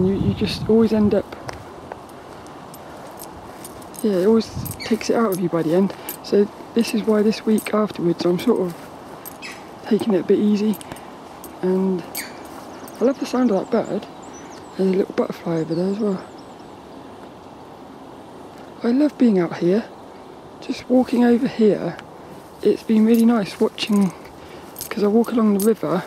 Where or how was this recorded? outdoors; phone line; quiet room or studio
outdoors